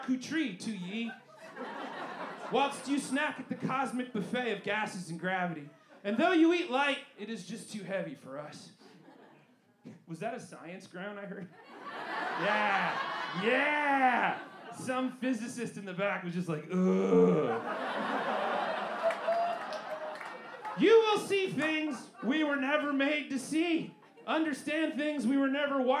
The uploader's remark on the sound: Recorded LIVE at the Historic Green Mill Cocktail Lounge 03/11/23